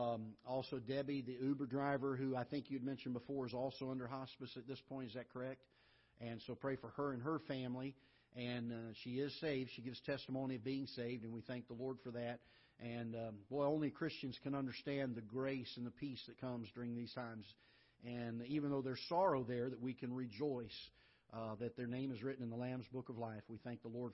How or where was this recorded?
large echoing room